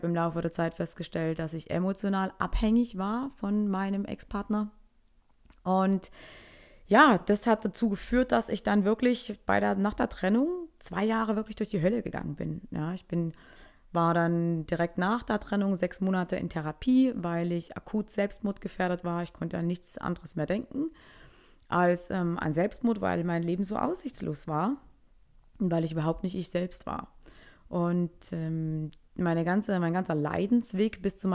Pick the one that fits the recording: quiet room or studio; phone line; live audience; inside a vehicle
quiet room or studio